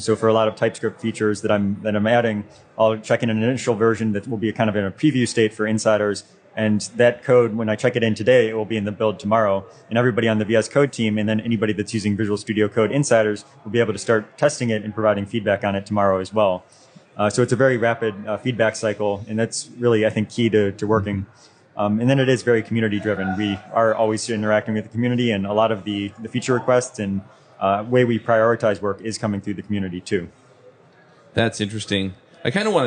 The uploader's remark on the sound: LIVE at Microsoft Build